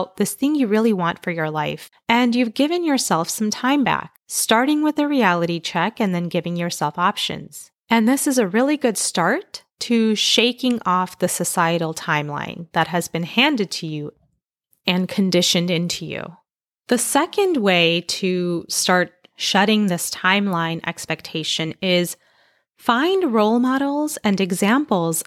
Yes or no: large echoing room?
no